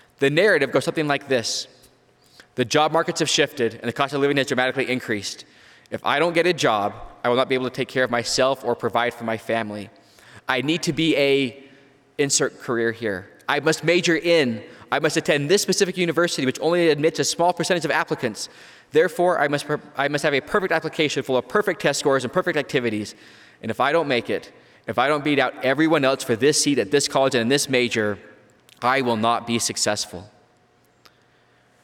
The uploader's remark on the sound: live devotionals and forum addresses from the BYU campus